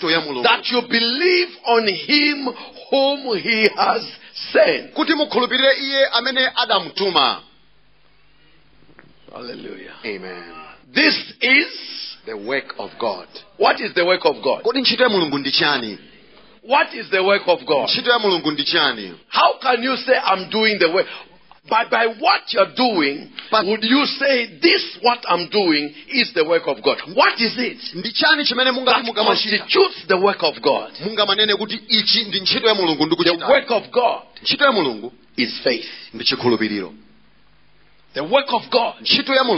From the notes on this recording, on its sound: Preached at the Encounter Service at Word Alive Blantyre City Church on 19th February 2023